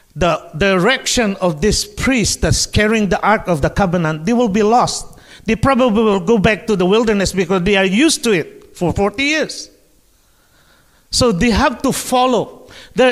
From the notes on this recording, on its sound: Streamed Live from South Mandurah Uniting Church!